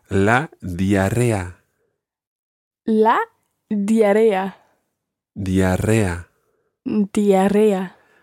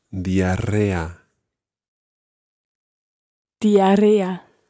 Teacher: There's a double R sound in there, and you really have to roll those R's.